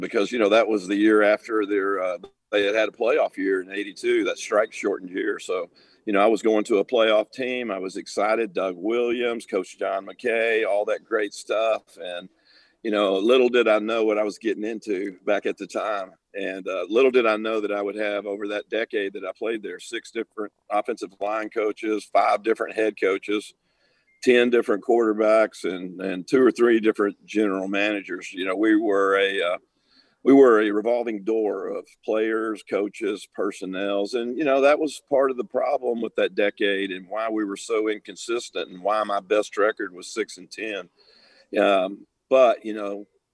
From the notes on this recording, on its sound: Radio Row in Tampa Bay. Live from Radio Row.